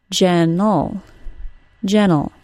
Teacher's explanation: The final syllable of the word gentle is just an L sound, ol. Yes, there is an E in the spelling, but it is not pronounced in any way. · Term: syllabic L